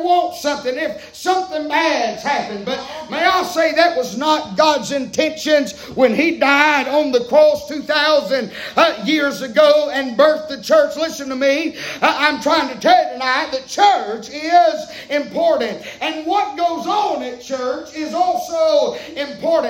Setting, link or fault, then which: setting, large echoing room